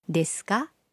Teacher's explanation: Mwishoni mwa sentensi na kupandisha kiimbo chako, sentensi inakuwa swali.